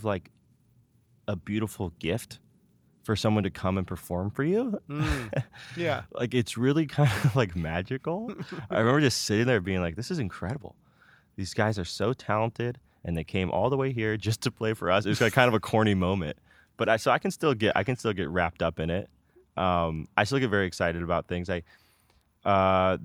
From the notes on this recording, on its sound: Recorded in his backyard in Pacifica.